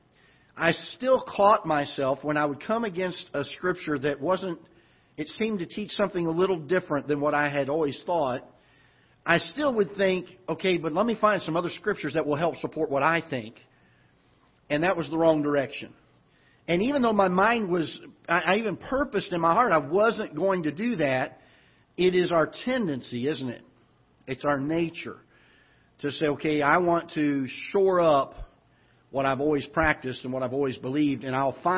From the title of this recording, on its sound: Ketha Heights Baptist Church ~ Live Broadcast